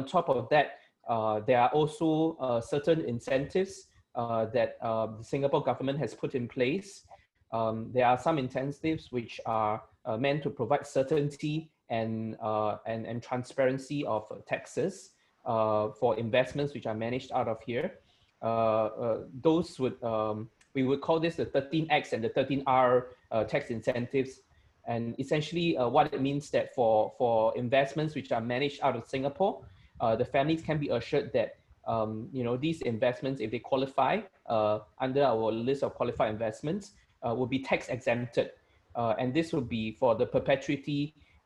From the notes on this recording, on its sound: Webinar audio recording dated 2 Sep 2020.